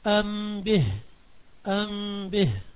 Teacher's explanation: والميم الساكنة قبل الباء تغن · Term: الغنة